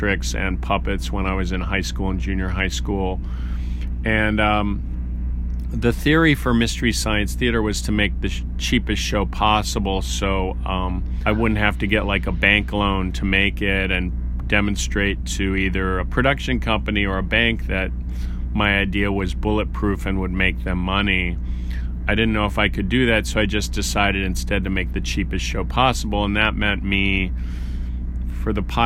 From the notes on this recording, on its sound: He spoke with us earlier this week from the tour bus